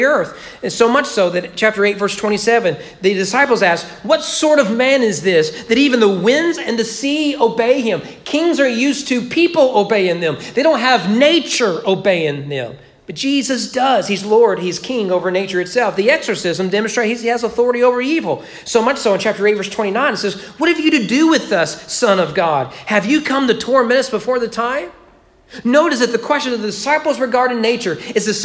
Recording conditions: large echoing room